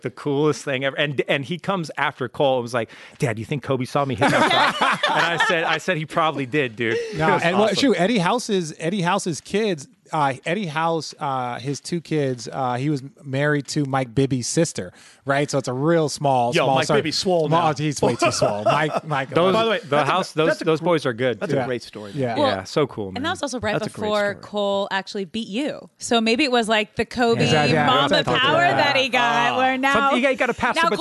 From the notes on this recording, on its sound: The Detox’ podcast is back in a new interactive form streaming live on the Caffeine app. Interacting and taking questions from the live audience.